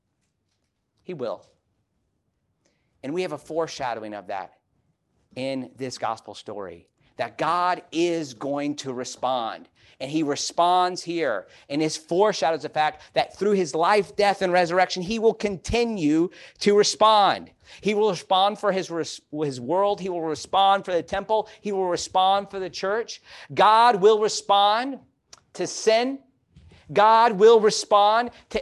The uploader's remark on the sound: This message was preached at Wesley Biblical Seminary during Holy Week of 2023